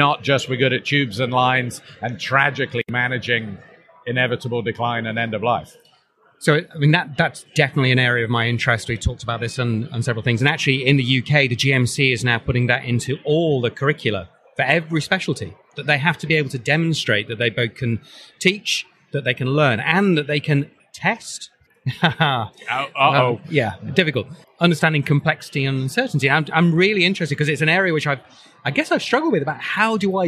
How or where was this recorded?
busy venue